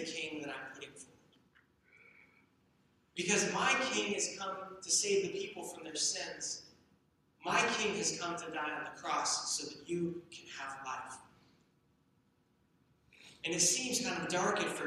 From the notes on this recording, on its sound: We apologize for the poor sound quality of this recording.